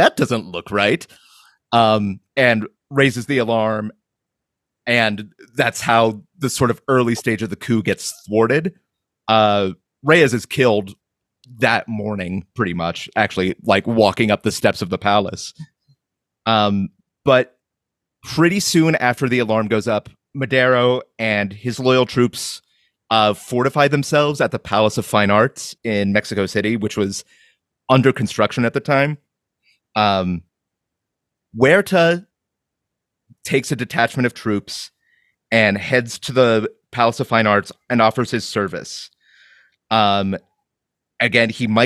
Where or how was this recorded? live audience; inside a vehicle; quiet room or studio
quiet room or studio